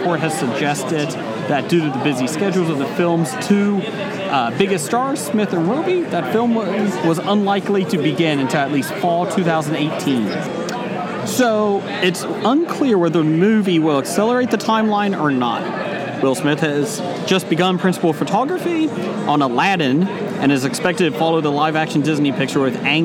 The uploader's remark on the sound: Recorded at Cincinnati Comic Expo